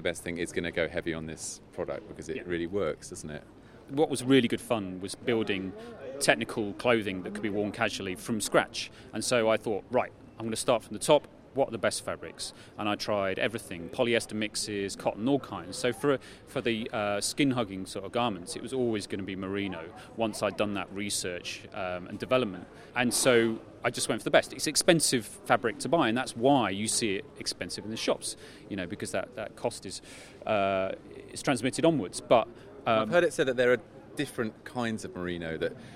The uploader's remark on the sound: In a live broadcast from Belgium House, a temporary Olympic Village and 'cycling paradise' in London's Middle Temple.